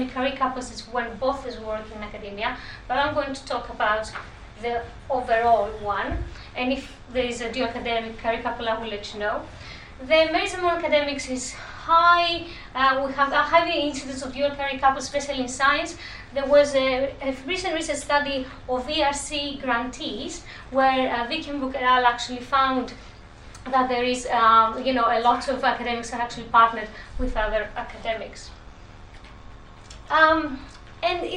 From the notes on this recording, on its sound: Speaks at SRHE International Research and Researchers Network Event - Gendering Academic Mobility: International Perspectives.